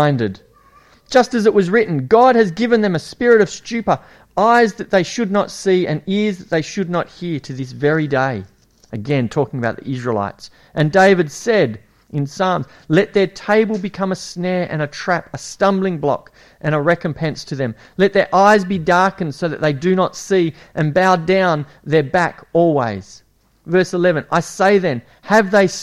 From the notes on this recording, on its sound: It was preached at Esperance Church of Christ on a monthly basis from August 2015 - April 2017.